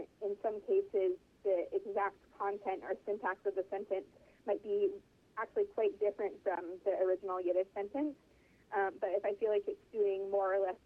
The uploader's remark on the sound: She joins us on the phone from Paris